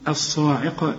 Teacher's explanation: العين هنا تكون أكثر رقة لأنها مكسور